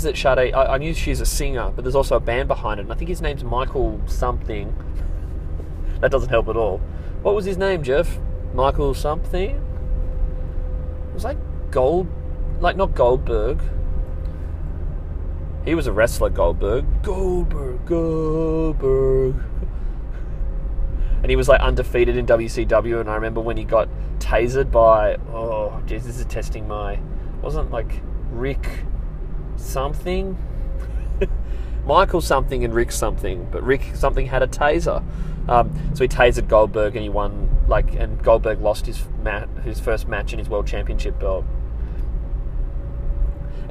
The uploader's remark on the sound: I'm in the car